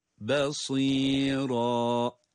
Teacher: Ra'da kalın olarak okunuyor son ayeti kerimede.